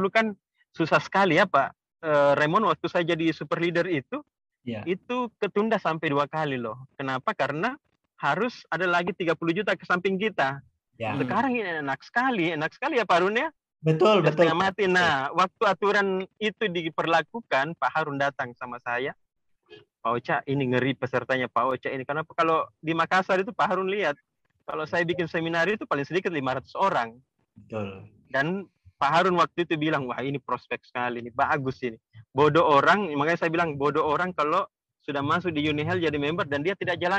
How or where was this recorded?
video call